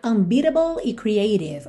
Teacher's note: esses dois T's poderiam ser reduzidos para rarara